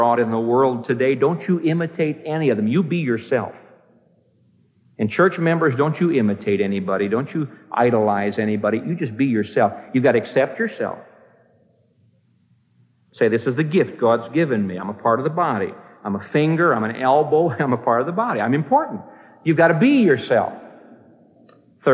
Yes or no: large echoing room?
yes